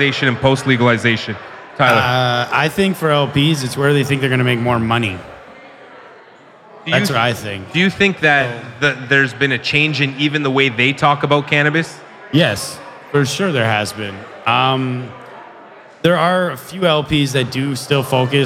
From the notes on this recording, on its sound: We're coming at you live from CannaCrawl !